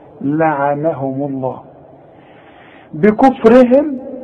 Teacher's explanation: لعنهم الميم مضمومة، ما دام الميم مضمومة لفظ الجلالة يفخم